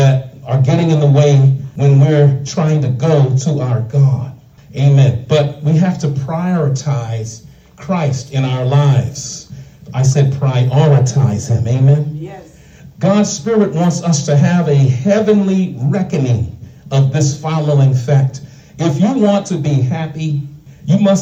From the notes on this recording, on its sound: shared this message live at the Island Nursing and Rehab’ Center in Farmingville, NY on 1/14/24